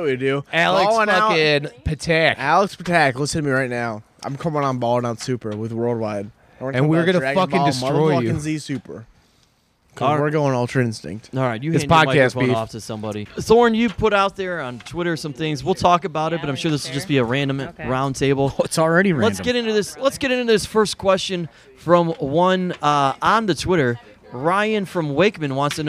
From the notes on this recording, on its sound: After consuming roughly 60 White Claws we decided to get the podcast equipment and record live from the AIW 4th of July cookout.